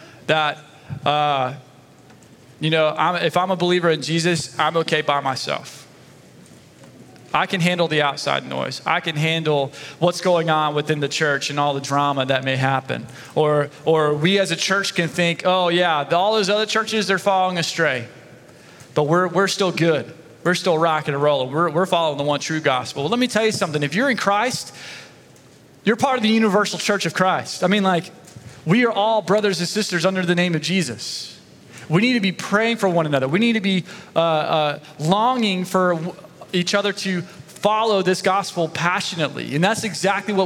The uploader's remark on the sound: Sunday Message recorded 25 September 2023